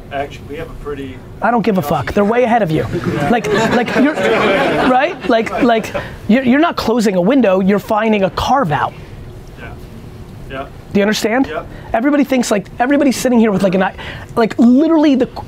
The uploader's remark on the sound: A Live Q&A In an IHOP In Minneapolis